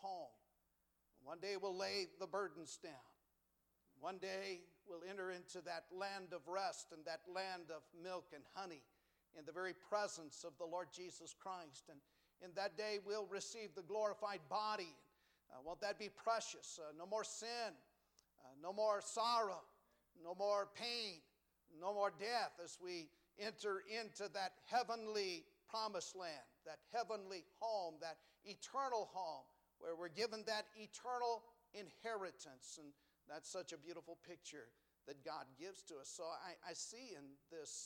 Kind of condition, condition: setting, large echoing room